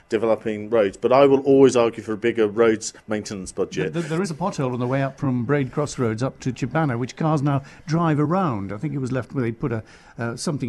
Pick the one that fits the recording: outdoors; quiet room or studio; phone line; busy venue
busy venue